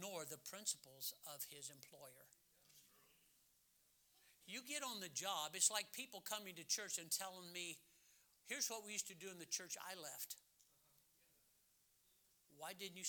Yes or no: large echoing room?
yes